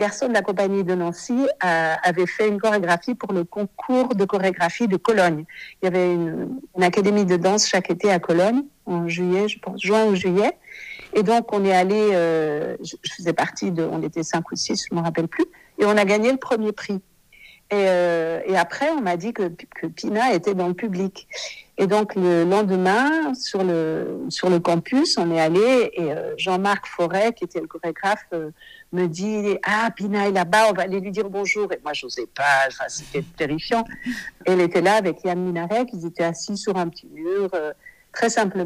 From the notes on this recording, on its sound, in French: Cet épisode a été enregistré par téléphone